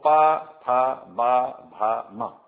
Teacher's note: ये सारी ध्वनियां ओष्ठ से बोली जाती हैं, होठ के बंद होने से बोली जाती हैं